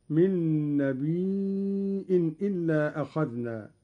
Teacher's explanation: قرأ قالون بهمز الياء هكذا من النبأ وهو الخبر